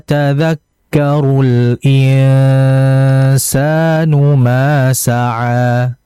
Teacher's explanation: Kemudian insanu, nun mati ketemu sin ya, itu namanya adalah ikhfa, dan ikhfanya itu harus dibaca dengan kadar yang lama, ditahan.